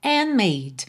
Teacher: Você não ouviu o D de and, que eu já estava fechando os lábios para o M de made.